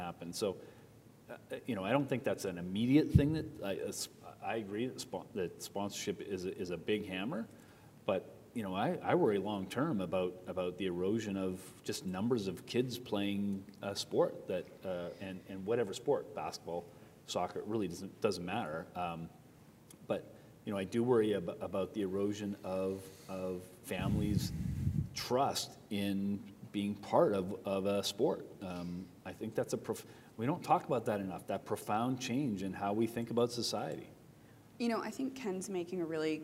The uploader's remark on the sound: This in-person event was part of the CJF's J-Talks program.